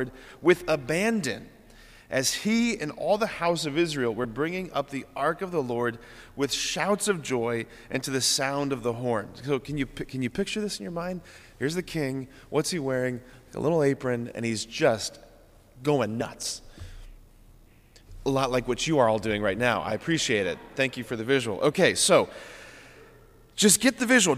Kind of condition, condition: setting, large echoing room